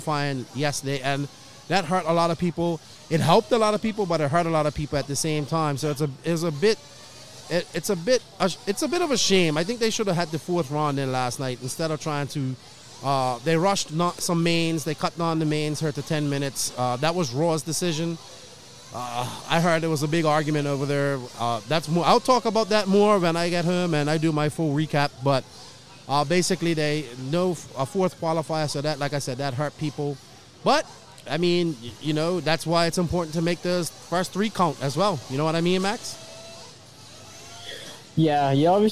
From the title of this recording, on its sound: Live from Finals Day at the 2021 ROAR Nationals